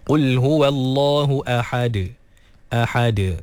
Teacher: Kemudian ahad, sama juga hamzah tu ditahqiqkan. Kemudian ha dikeluarkan daripada kerongkong pertengahan. Dan juga dal diqalqalahkan.